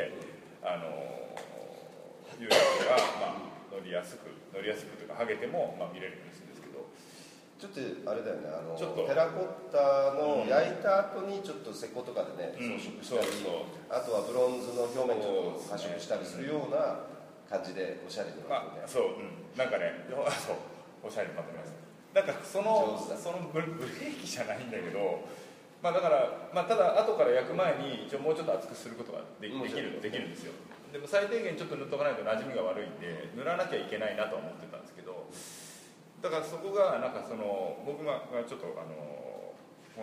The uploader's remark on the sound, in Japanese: 会場：金沢美術工芸大学 展示室。OUTBOUNDー彫刻シンポジウム外伝 のトークイベントの録音です。